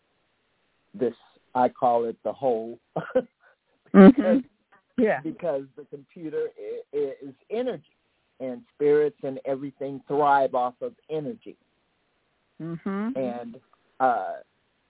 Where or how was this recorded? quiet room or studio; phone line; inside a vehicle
phone line